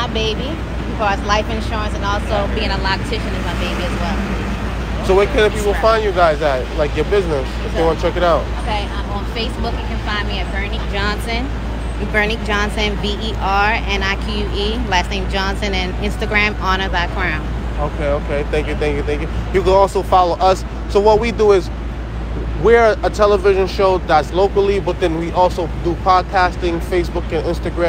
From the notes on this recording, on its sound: During this episode we filmed live from #timesquare in New York City. We met people for the first time and introduced them to the things that we are doing and to the company.